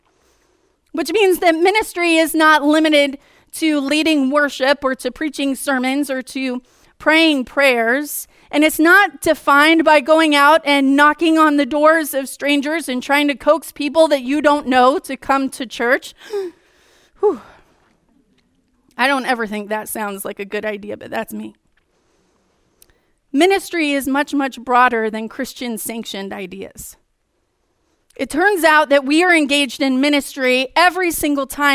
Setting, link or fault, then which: setting, large echoing room